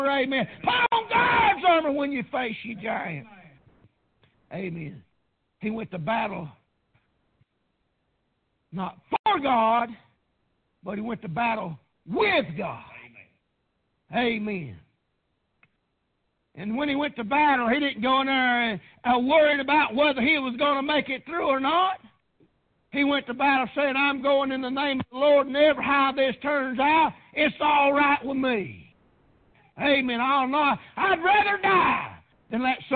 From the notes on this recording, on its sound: PREACHED AT PRAYER BAPTIST CHURCH.